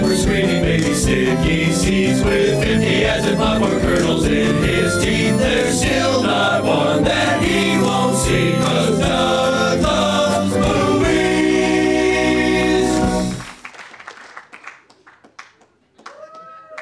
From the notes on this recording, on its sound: Live from the Traverse City Film Festival